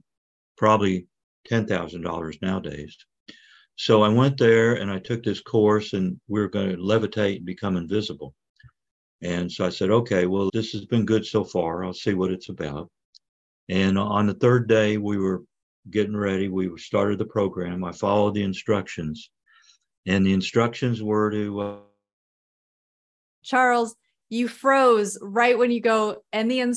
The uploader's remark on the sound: In this recording of a special livestream for the Conscious Awakening Network. In this recording of a special livestream for the Conscious Awakening Network.